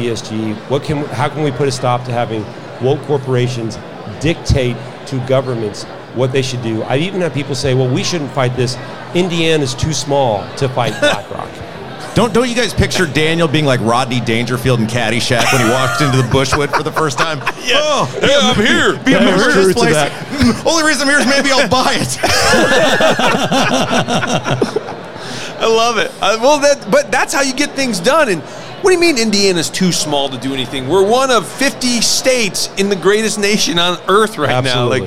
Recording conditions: busy venue